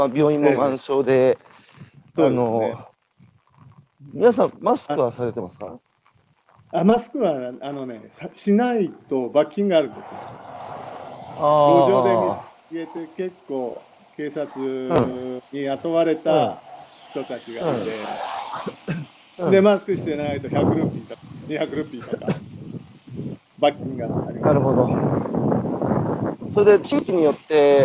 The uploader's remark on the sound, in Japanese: 歩きながら1時間、対談する